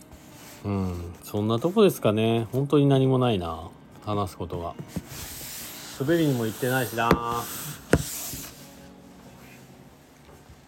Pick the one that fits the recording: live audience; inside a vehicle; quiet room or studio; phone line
inside a vehicle